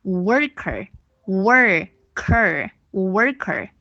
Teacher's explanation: 美国人在末尾，因为它两个音节的末尾都有 r，它就会读作 worker